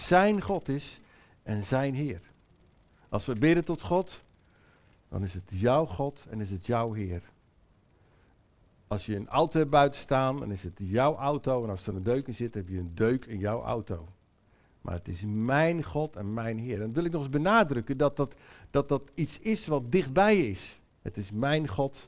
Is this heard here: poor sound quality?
no